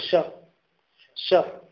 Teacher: هناك من ينطق الشين ينطقها من طرف اللسان يقول شا شا، هذه الشين غير صحيحة